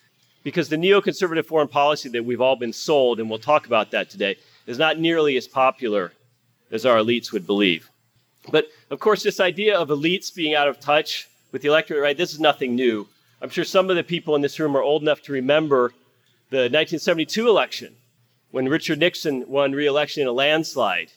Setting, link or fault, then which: setting, live audience